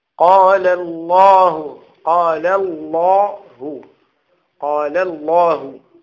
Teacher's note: نحو قال الله، قال قال الله قبلها مفتوح قال، ولا نقول قال الله قال، ليس قال، اللام الأولى في قال مرققة، لكن اللام في لفظ الجلالة أو في اسم الجلالة مفخمة مغلظة